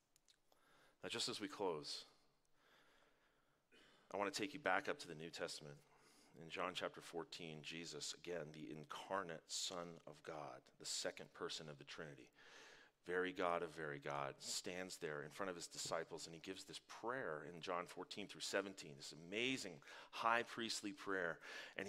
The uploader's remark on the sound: Live from our Dripping Springs Campus!